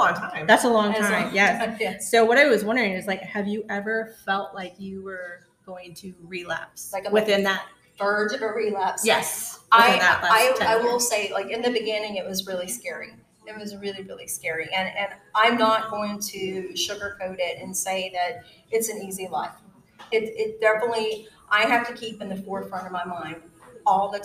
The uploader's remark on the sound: Recorded LIVE and in person from John's Creek Books and Gifts in John's Creek, GA